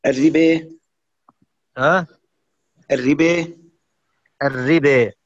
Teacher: نحونا بالألف نحو الياء. أنت أملت الألف والفتحة قبلها. نعم، أملت الألف والفتحة قبلها سبب وجود كسرة قبل الفتحة، وهي كسرة الراء. · Term: الإمالة